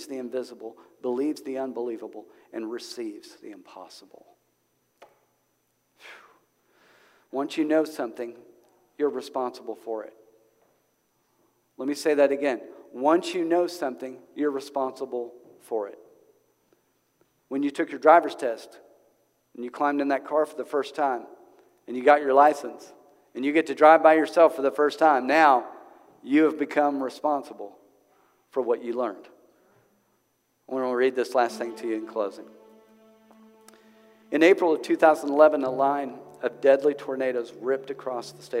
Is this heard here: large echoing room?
yes